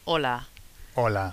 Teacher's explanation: We don't pronounce the H. It's there, but like if it's not there. Like when we say hola. · Term: silent H